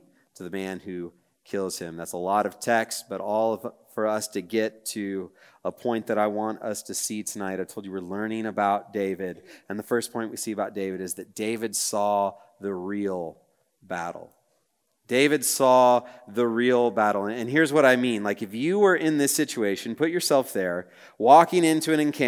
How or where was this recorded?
live audience